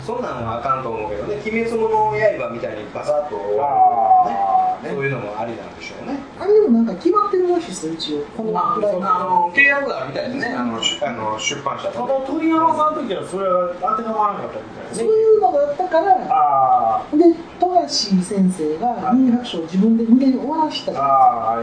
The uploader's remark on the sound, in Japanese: 今回もカラオケボックス収録が音源ですので、ちょっと聞きづらいかもしれません